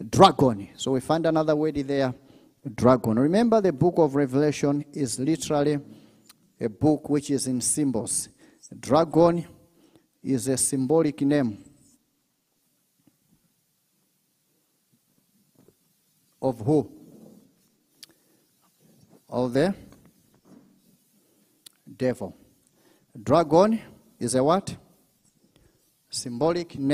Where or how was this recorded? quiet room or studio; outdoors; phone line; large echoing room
large echoing room